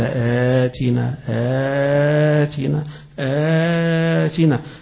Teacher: أرد آتنا هيكون للأزرق فيها مد البدل، يقوم يمدها حركتين واربعة وستة، آتنا آتنا آتنا، ما هيش لغيره.